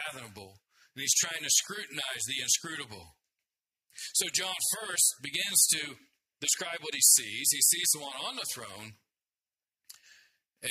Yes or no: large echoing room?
yes